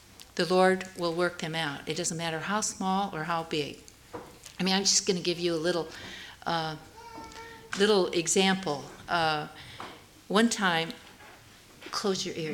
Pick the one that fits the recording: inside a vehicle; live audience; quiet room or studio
live audience